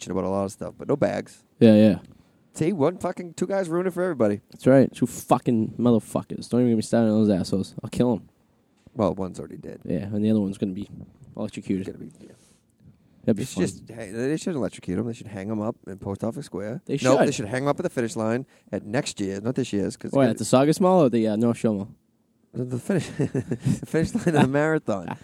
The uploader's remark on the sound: live At the Comfort Inn in Revere